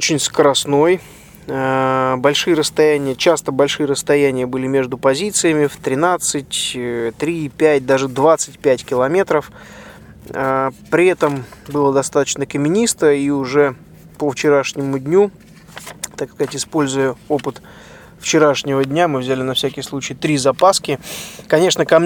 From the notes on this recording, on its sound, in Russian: Этот выпуск я записал на бивуаке, развернувшемся на берегу Атлантического океана недалеко от города Дахла.